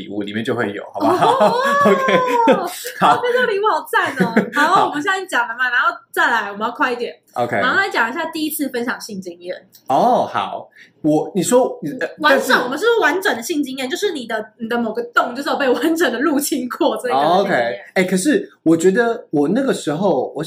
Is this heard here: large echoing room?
no